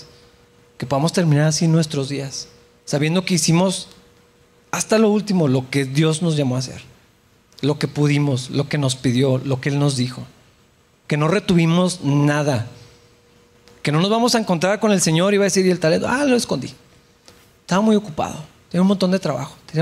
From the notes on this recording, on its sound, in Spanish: en la iglesia de Capilla Calvario Chihuahua